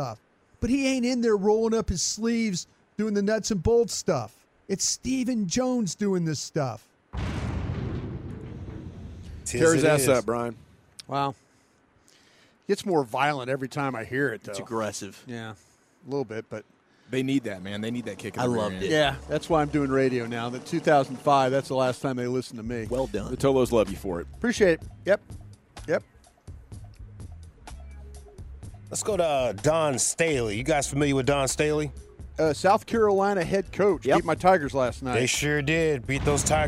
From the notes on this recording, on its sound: Top Sports Stories Live from Rangers Fan Fest at Globe Life Park.